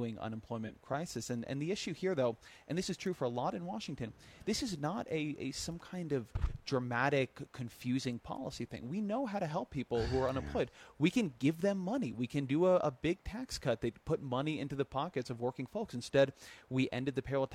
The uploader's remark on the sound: On location at the 2013 Aspen Ideas Festival